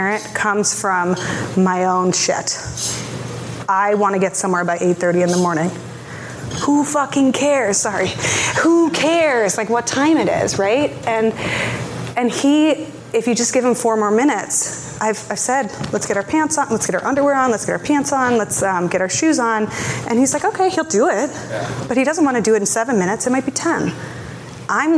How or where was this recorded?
live audience